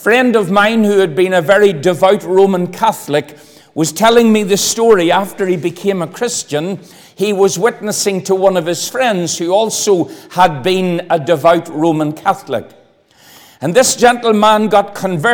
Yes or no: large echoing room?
yes